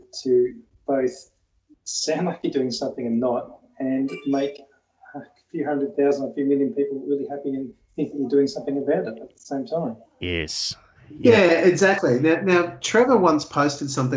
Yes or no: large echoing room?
no